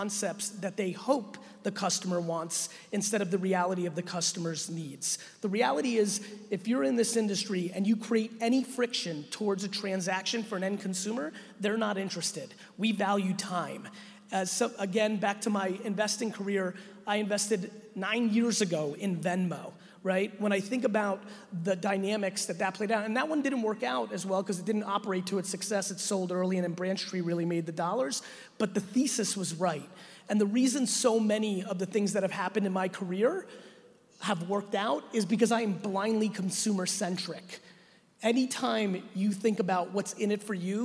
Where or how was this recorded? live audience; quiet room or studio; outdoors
live audience